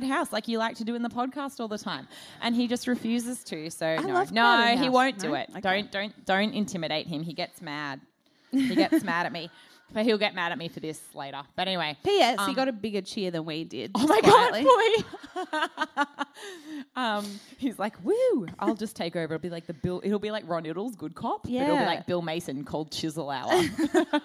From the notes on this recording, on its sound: Melbourne Live Show. AAMH's live show recorded at Melbourne's Chapel Off Chapel theatre.